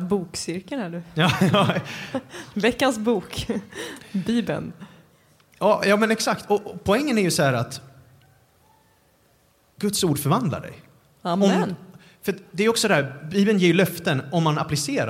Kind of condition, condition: setting, live audience